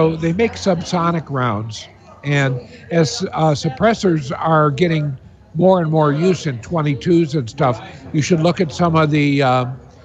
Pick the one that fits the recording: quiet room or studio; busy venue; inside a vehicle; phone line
busy venue